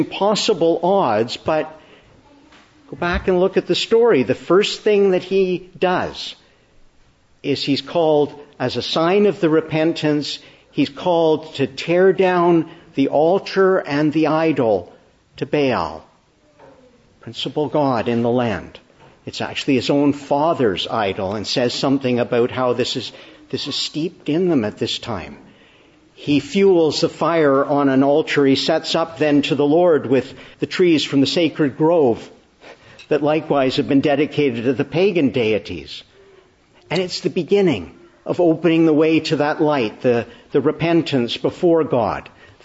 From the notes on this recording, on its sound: Morning Service. Preached in the Annunciation of the Blessed Virgin Mary, Ottawa, on the Third Sunday after Epiphany.